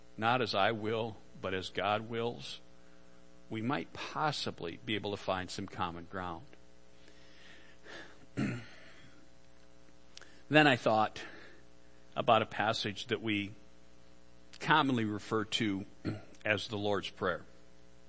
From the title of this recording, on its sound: Worship Service - Audio